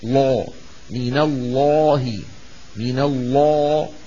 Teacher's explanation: هذه اللام خرجت من مخرجها متصاعدة إلى غار الحنك الأعلى، فامتلأ الفم بصداها فغلظ صوتها وصار لها صدا، لا من الله، من الله، لا لا لا لا، نفس المكان. · Term: اللام المفخمة